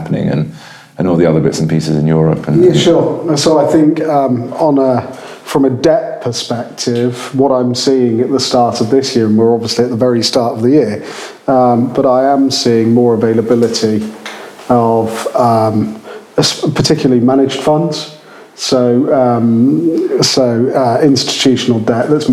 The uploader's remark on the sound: our first LIVE podcast recording